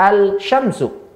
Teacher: gitu lam di mana al ya al kemudian sya di mana sya di tengah lidah sementara lam di ujung lidah al syamsu namun di sini dua huruf yang bertemu dan dia · Term: alif lam asyamsiyah